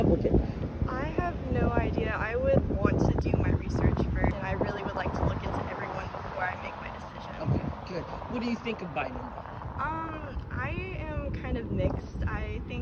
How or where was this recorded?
outdoors